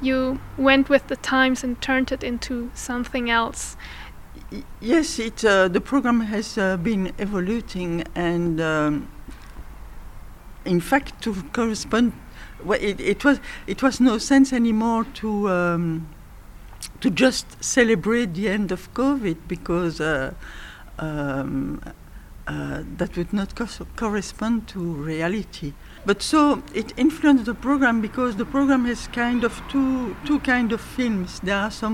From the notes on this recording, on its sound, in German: Festivalausgabe live aus dem Merkerareal in Baden.